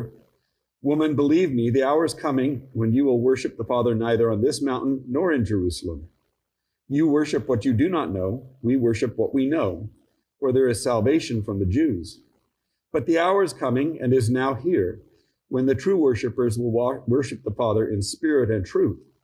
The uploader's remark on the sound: Each weekly podcast episode is a live recording from our church in San Jose, California of the Gospel reading followed by an Episcopal Sermon based on that reading. The Episcopal Church in Almaden, San Jose, CA.